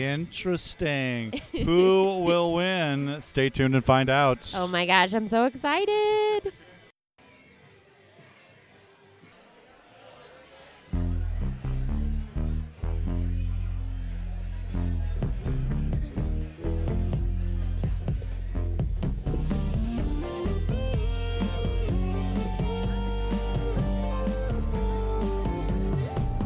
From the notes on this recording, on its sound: Recorded live at The Local 907 in Renton, WA!